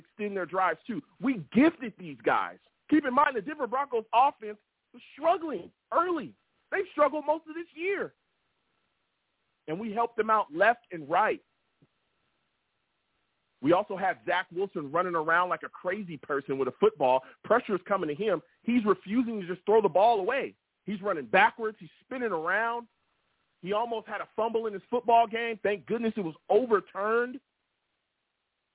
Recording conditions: phone line